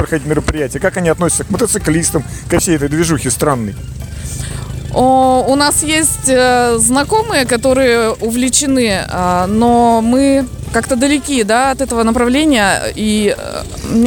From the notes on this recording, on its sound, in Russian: Записано в полевых условиях в городе Тобольск в конце января 2023 года.